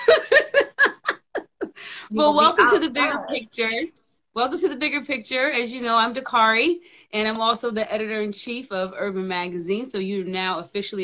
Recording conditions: video call